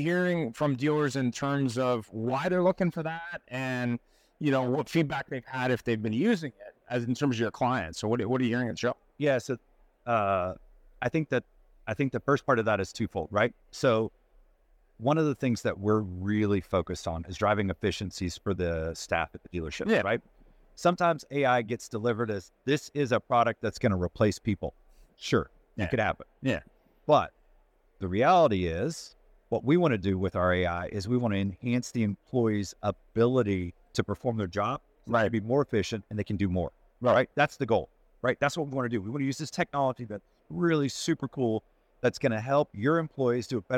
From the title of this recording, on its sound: "Live" from NADA 2024